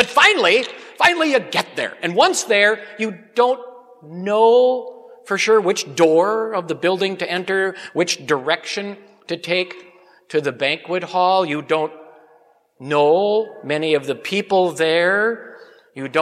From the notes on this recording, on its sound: Preached at Grace Ev. Lutheran Church.